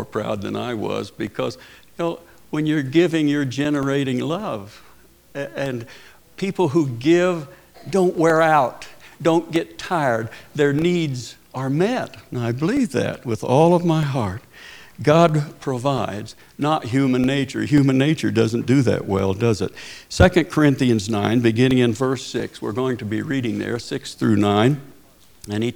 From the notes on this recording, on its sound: Preached at Paradise Valley Christin Church.